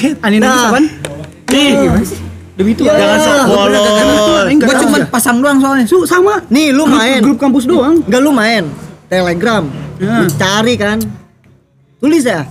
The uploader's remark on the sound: LIVE FROM SALAKA COFFEE